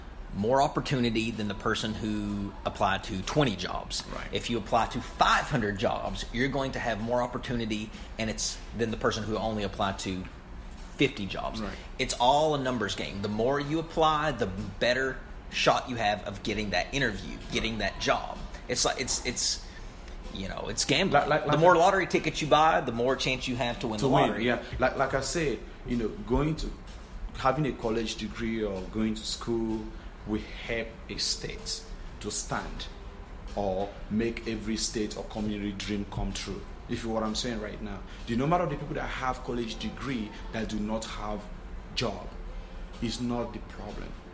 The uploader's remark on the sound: broadcasting live from the SKILLS USA event in Louisville, Ky.